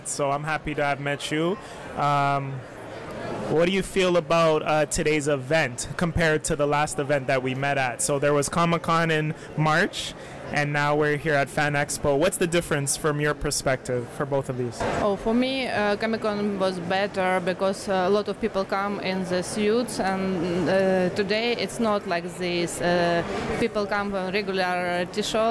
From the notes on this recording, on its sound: Event: FanExpo Canada. All while a bunch of background noise soothes us all!